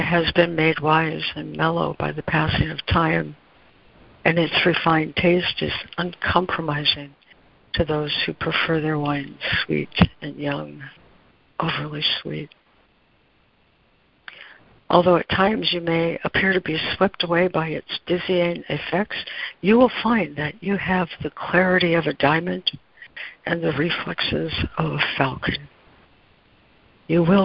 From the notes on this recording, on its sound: ACIM Daily Conference Call.